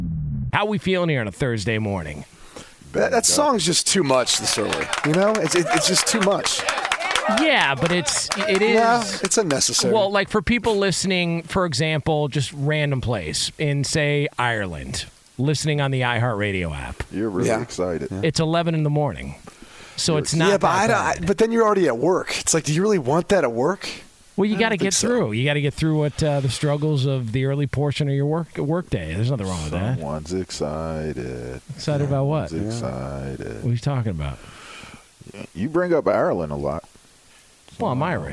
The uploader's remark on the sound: Live from a tarmac in Newark.